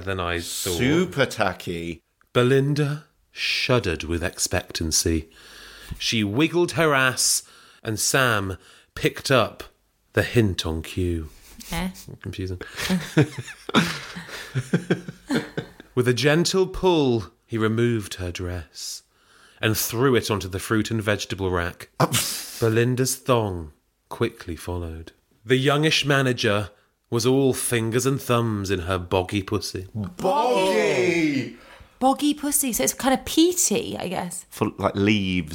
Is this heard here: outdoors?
no